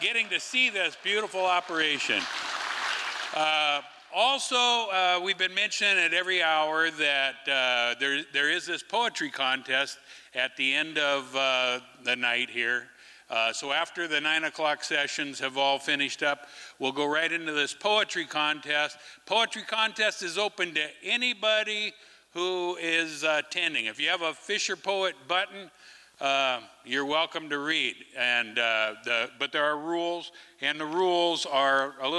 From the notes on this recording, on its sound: Liberty Theatre-Saturday Night-Second Set. These performances were recorded at the Liberty Theatre on Saturday, February 25th, 2023.